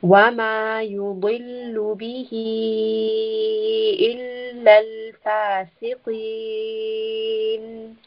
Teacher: So we are making sure qaf is heavy. The back of the tongue should be raised.